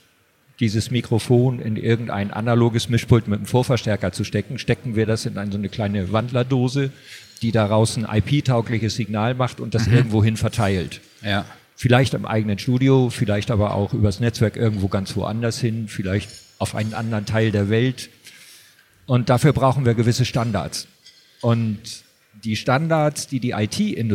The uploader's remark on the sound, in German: sprechen wir auf der LEaT con in Hamburg